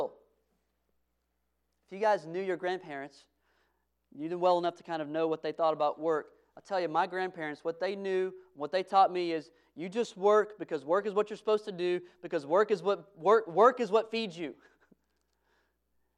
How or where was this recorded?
large echoing room